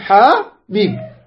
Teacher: حاء حركتين أو ألف واحدة · Term: مد طبيعي